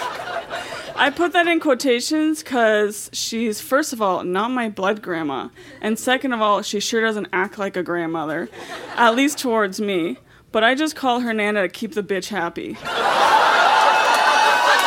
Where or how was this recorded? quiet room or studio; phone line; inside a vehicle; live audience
live audience